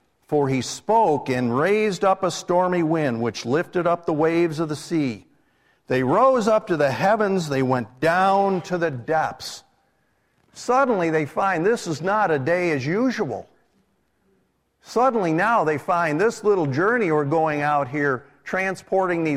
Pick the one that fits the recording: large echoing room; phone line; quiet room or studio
large echoing room